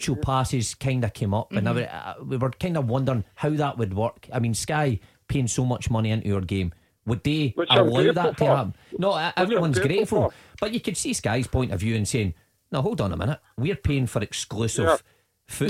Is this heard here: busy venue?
no